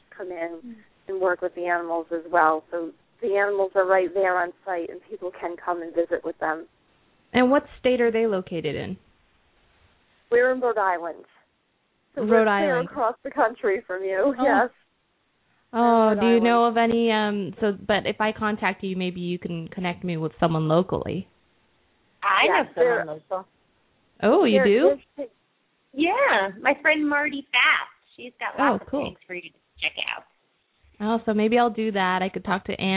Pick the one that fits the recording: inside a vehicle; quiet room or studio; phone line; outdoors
phone line